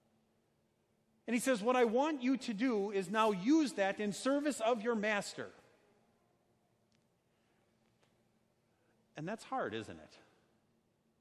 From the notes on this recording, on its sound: A sermon preached on Sunday, August 18, 2019, at Our Savior Lutheran Church in Birmingham, AL.